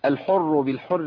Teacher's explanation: احنا نقدر نقول ان في اهتزاز عندي بيبقى موجود او ارتعاده للسان بتبقى موجوده بسبب عدم تمكين المخرج بشكل قوي فبالتالي بينتج عنه تسجيل الصوت ذبذبه بسيطه قوي اسمع كده ار في هزه كده لكن ما قلتش ار ما تنفعش تنفع ار دي ما تنفعش خالص في القران صح؟ · Term: تكرار في الراء